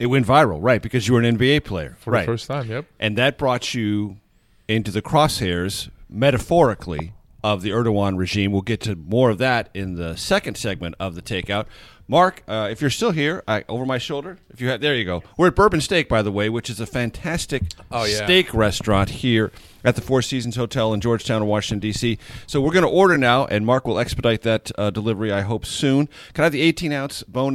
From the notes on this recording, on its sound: dinner at Bourbon Steak in Georgetown